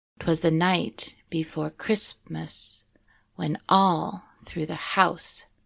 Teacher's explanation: it's written with two unstressed syllables followed by a stressed ones, like da-da-dum, da-da-dum. · Term: anapest meter